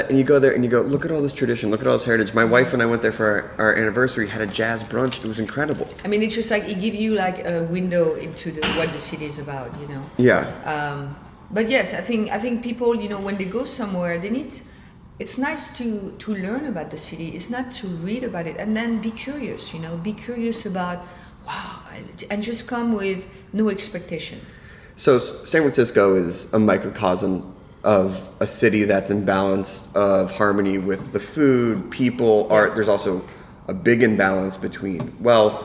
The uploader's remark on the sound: In this special episode of Snacky Tunes we’re in the Caribbean at the 11th annual Cayman Cookout at the Ritz-Carlton, Grand Cayman.